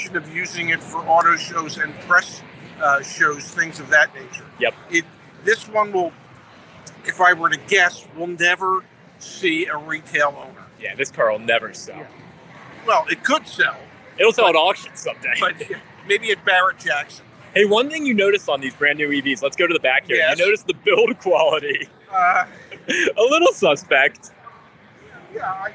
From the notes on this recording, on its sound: LIVE FROM DETROIT AUTO SHOW.